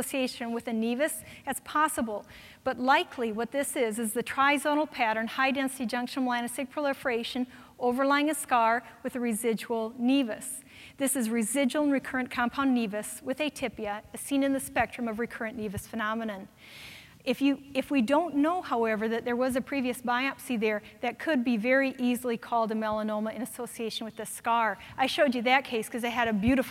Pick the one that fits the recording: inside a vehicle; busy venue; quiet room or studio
busy venue